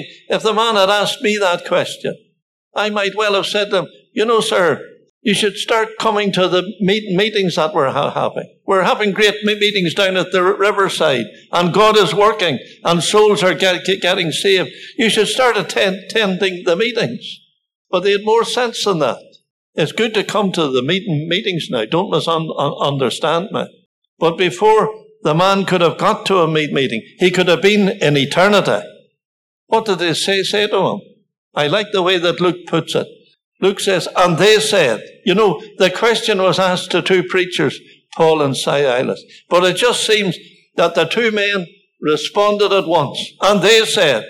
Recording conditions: large echoing room